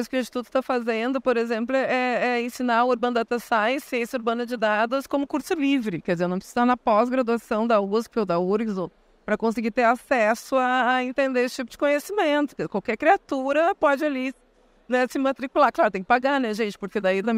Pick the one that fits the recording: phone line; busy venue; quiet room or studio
busy venue